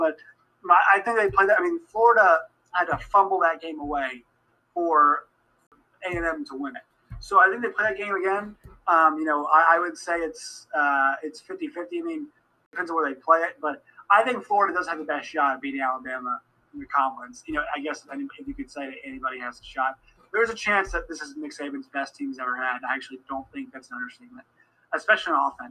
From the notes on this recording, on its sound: via Zoom